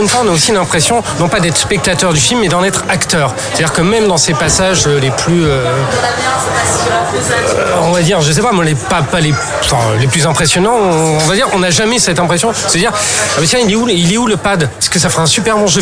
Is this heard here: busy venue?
yes